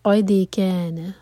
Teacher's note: قاف ہے وی اور حلق سے، دال پر قلقلہ. قد کان، کیا مد تبعی، نہ ایک ہی حرکہ، اس کو لمبا نہیں کرنا.